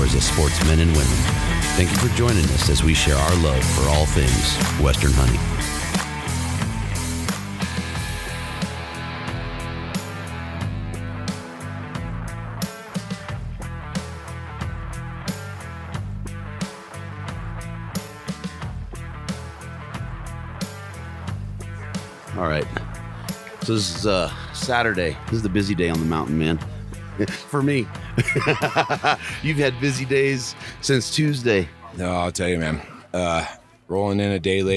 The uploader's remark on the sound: Mountain Archery Fest live episode. Live from Purgatory resort in Durango, Colorado.